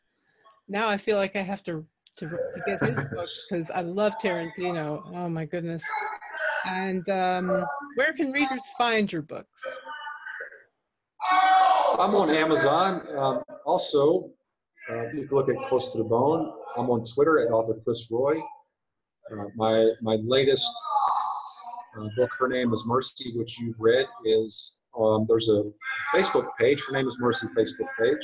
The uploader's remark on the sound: You'll probably hear a lot of background noise, but let's hope for the best.